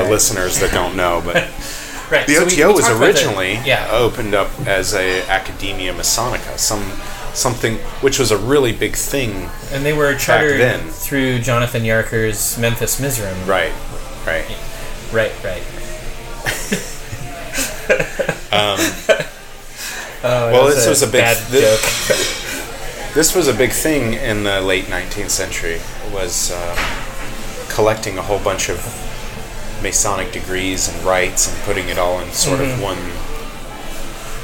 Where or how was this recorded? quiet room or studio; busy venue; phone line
busy venue